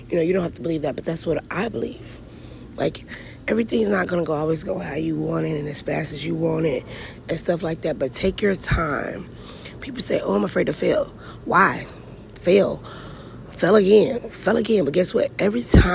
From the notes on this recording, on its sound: Just outside at the end of the driveway having a little me time.